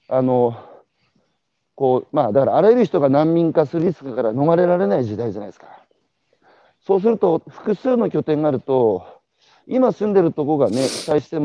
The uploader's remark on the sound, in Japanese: 歩きながら1時間、対談する